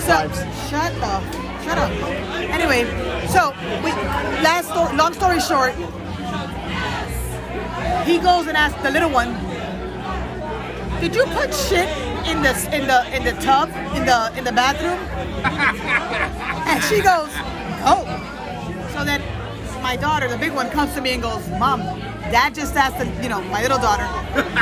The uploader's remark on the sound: Live at JP Mulligans on St. Patty's day 2022